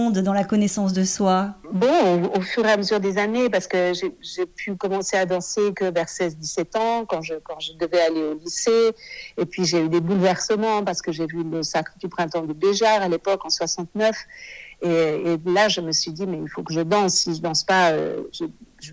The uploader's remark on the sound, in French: Cet épisode a été enregistré par téléphone